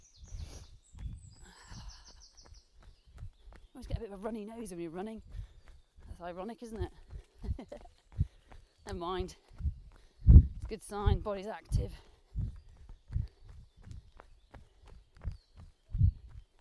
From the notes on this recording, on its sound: Recorded in the woods around where she lives, not only will you get to hear the birds chirruping in the background. Running in real time, muddy puddles and all.